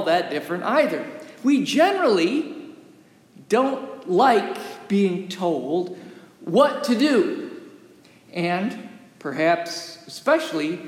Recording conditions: large echoing room